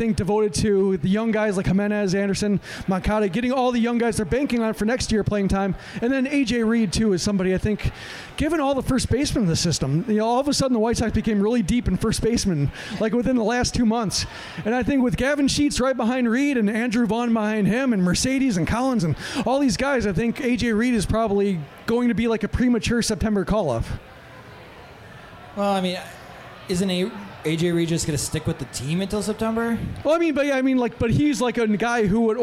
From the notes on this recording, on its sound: For the first time, we recorded in front of a live audience.